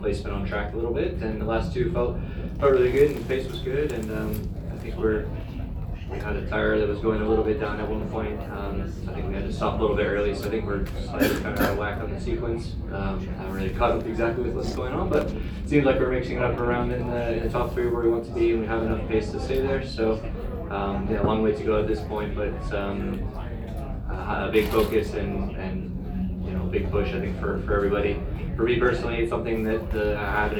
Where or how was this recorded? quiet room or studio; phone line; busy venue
busy venue